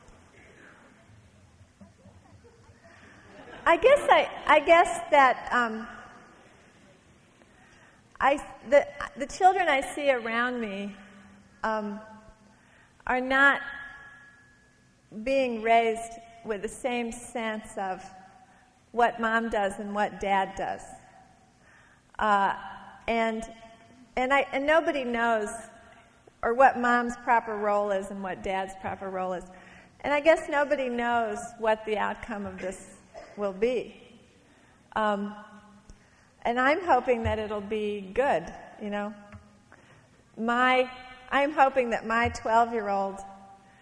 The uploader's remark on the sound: from a Portland Arts & Lectures event in 1991